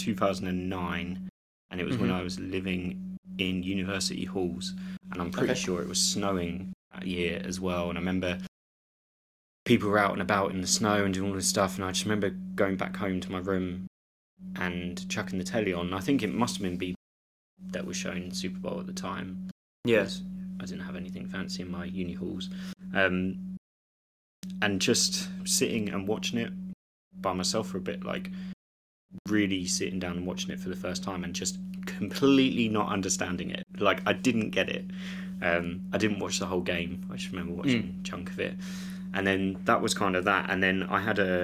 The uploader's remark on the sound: I will sort my microphone! Sorry for low hum and cutting out.